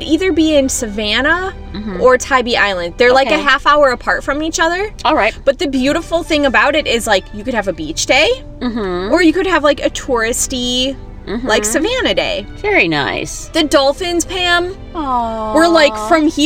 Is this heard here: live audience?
no